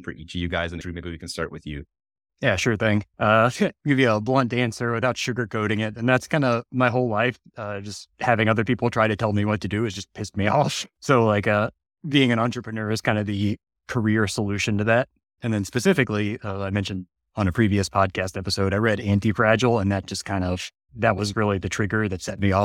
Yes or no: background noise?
no